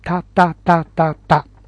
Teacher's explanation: たは舌を上顎にしっかりとくっつけることで発音します。